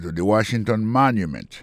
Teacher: on va voir que le mot Washington, l'accent tombé sur le premier syllabe là.